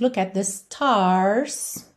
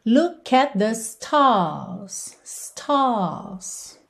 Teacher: Já no inglês britânico, quando esse R vem depois de uma vogal, ele frequentemente não é enrolado e o que a gente tem é um alongamento da vogal. · Shown in: second take